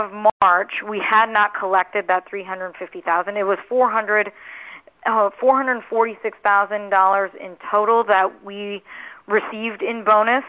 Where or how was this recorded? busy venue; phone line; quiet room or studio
phone line